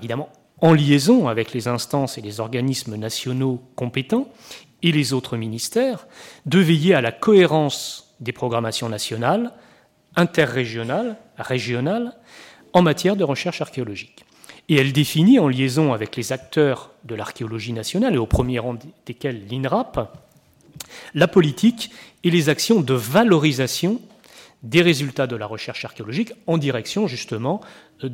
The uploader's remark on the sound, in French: Enregistrée le 14 octobre 2013 dans le cadre du colloque « L’archéologie en France et à l’étranger : acteurs et enjeux.